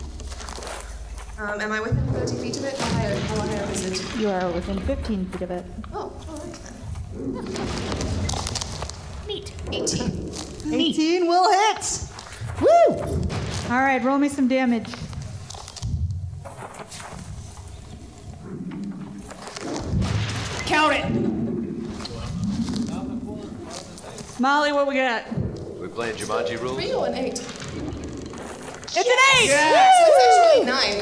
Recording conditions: live audience